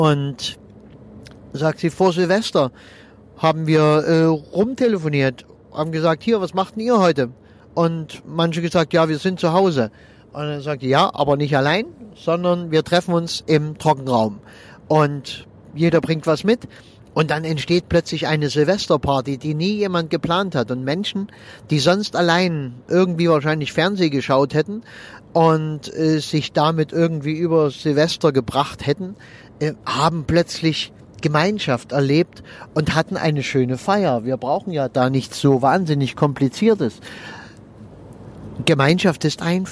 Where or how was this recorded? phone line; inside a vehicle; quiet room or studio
inside a vehicle